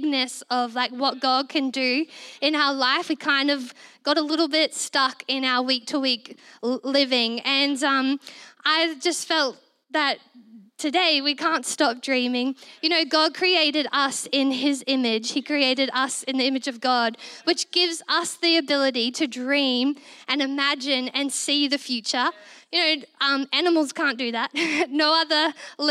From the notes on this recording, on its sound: This was recorded in our Melbourne East service